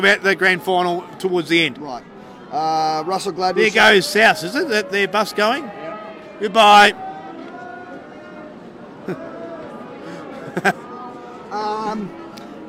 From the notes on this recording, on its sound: The Greenhouse Live was on location at Canberra Stadium